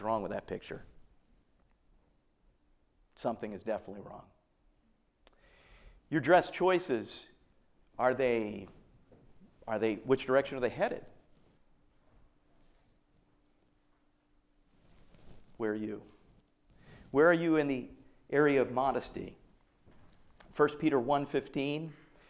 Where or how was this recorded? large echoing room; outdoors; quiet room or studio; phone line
large echoing room